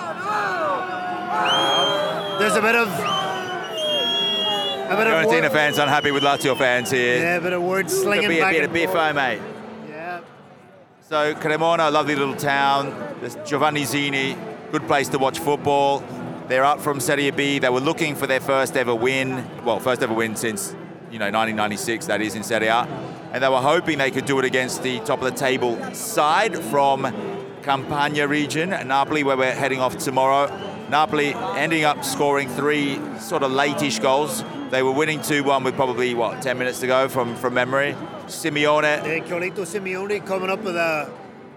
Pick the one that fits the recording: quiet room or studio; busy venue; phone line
busy venue